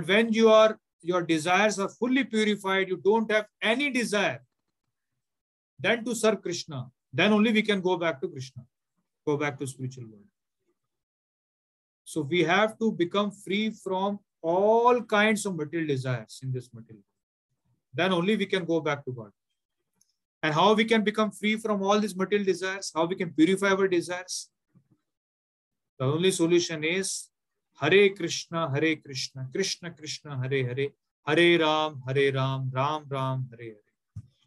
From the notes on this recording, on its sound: Zoom recorded class